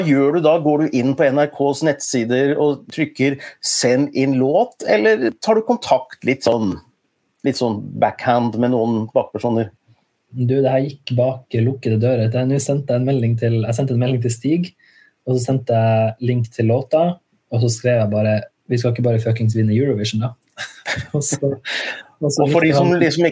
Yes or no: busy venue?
no